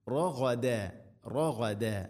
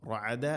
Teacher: ഗൈന് തൊണ്ടയുടെ മുകൾ ഭാഗം · Shown in: first take